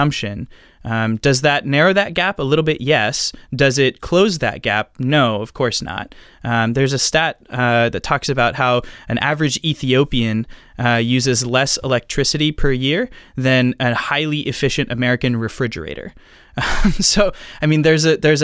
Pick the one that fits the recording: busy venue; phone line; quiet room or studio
quiet room or studio